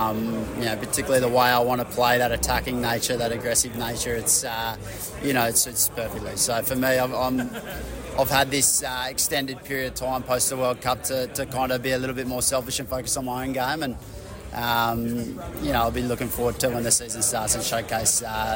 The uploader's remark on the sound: at the Super Rugby season launch